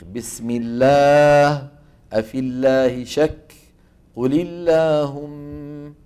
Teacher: أما إن سبق لفظ الجلالة بكسرة فتبقى اللام على إيه؟ على أصلها من الترقيق